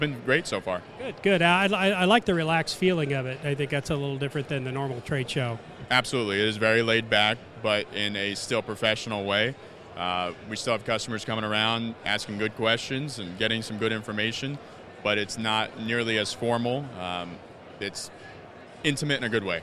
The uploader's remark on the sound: Splash! Carwash Conference Interviews. Brief interviews on the show floor with various car wash industry experts.